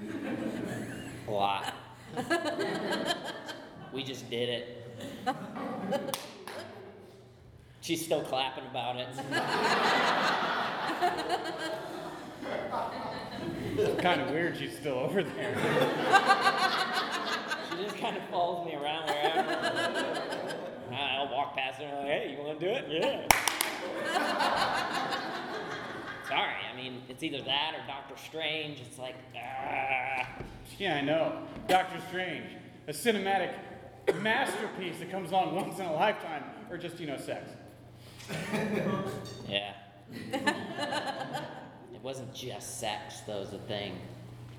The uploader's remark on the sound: In front of a LIVE audience at The Establishment. Laugh along with an engaging audience.